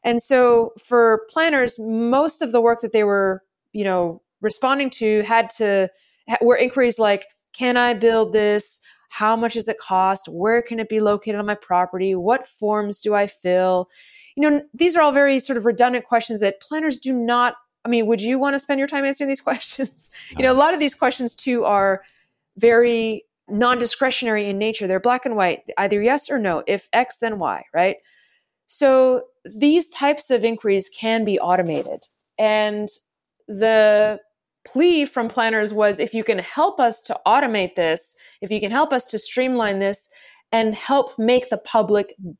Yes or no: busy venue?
no